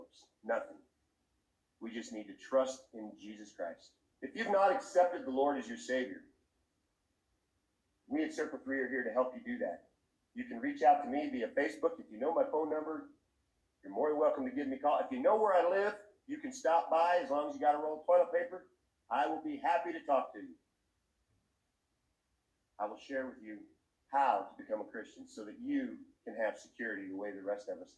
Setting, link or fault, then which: fault, poor sound quality